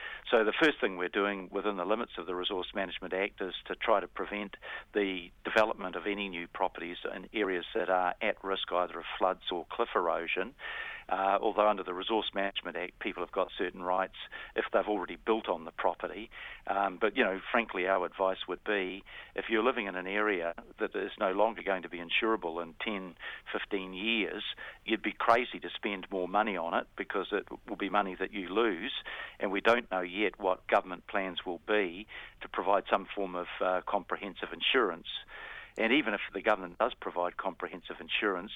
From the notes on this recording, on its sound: phones up for his weekly chat